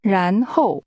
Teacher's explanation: Then, the tones are rising and falling.